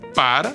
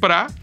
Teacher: a velha preposição para que na linguagem coloquial só é usada como pra, já é pronunciada como pá por muita gente grande · Shown in: second take · sobretudo quando estamos com pressa.